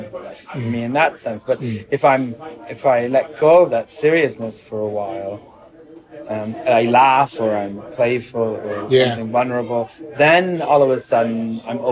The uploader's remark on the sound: At the Global Innovation Forum, London. Get out of the studio (well, one of them does) to have a nice, cosy fireside chat in a London pub. As the beer flows.